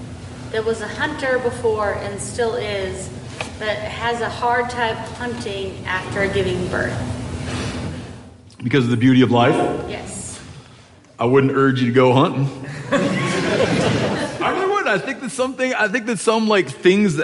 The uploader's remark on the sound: Live from Bozeman